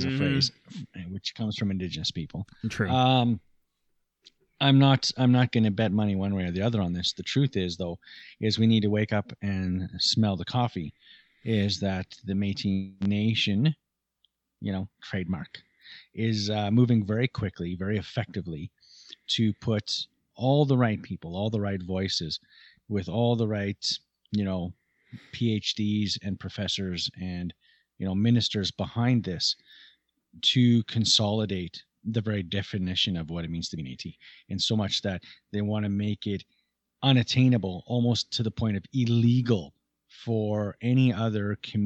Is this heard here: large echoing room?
no